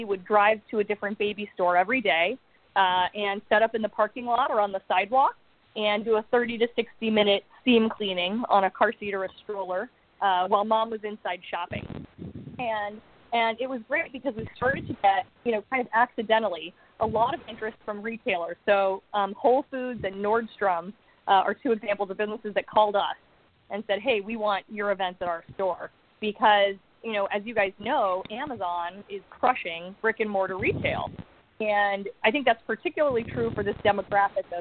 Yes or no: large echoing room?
no